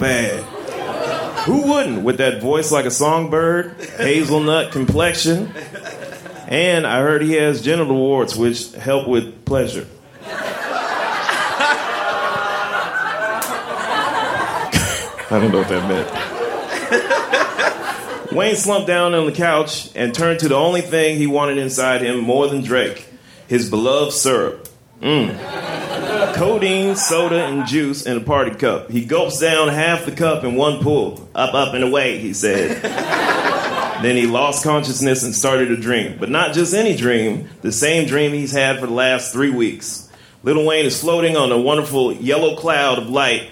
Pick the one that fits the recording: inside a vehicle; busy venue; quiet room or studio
busy venue